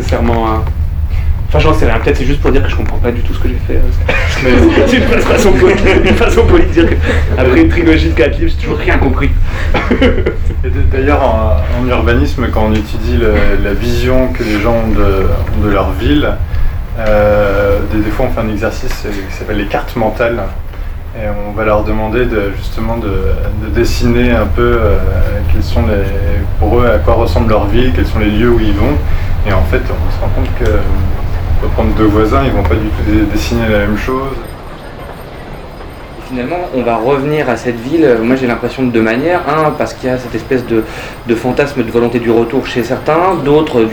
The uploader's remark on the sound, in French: À la Bibliothèque Rainer Maria Rilke, Paris. Prises de voix: le téléphone.